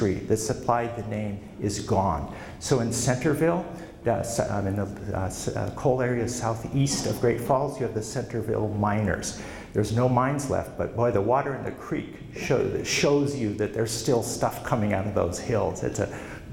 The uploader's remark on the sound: Presented at the 2013 Montana History Conference in Sidney.